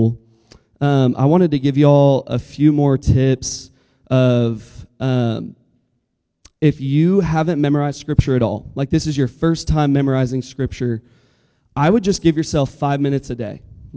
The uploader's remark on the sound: Listen to our live SMC 2024 recording!